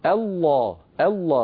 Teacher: الله بهمزة مرققة تتبعها لام مفخمة، ولا تقولي الله، الله، الهمزة لا تفخمها العرب أبدا.